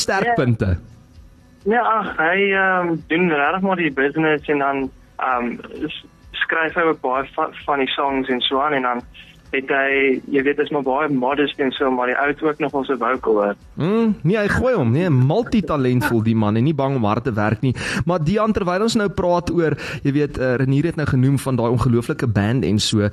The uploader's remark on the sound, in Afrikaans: gesels telefonies